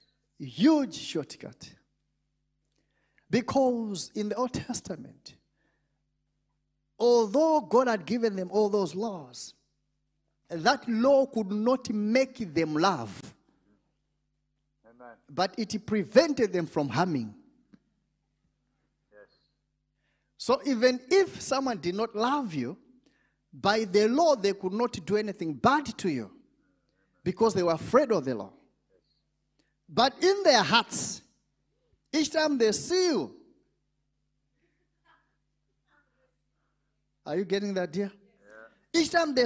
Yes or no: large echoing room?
yes